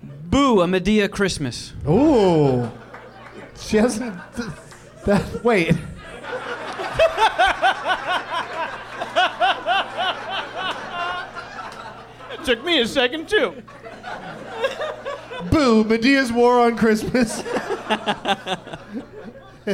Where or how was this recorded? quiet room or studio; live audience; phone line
live audience